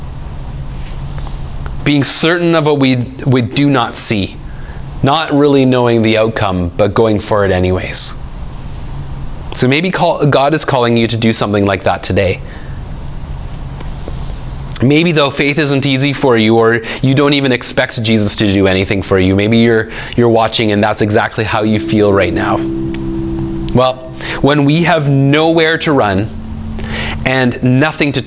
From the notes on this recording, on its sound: speaks at SouthRidge Fellowship, a Langley church.